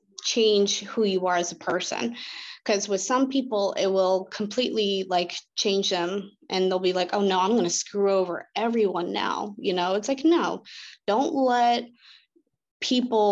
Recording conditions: video call